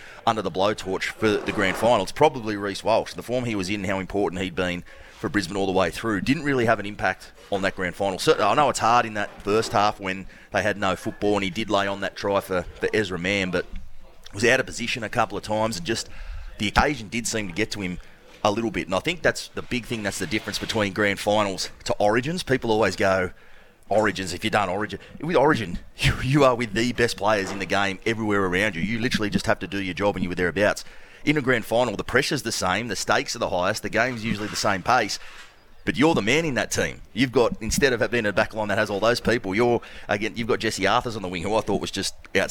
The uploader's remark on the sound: LIVE from Wollongong Golf Club